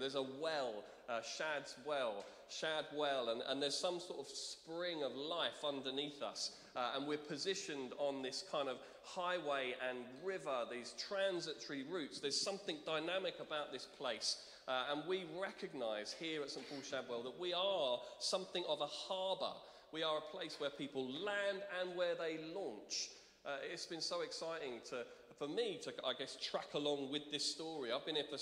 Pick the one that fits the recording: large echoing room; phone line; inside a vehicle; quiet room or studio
large echoing room